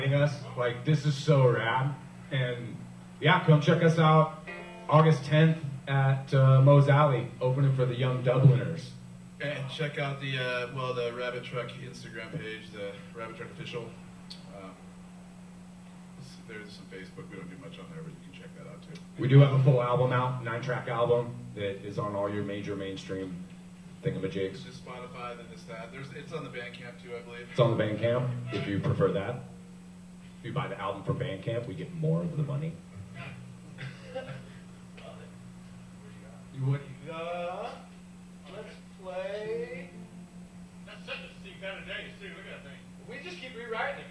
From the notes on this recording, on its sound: live at the Santa Cruz Boardroom